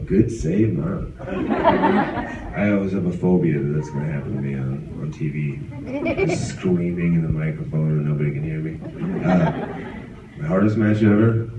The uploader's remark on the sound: Q&A at Wizard World Pittsburgh 2015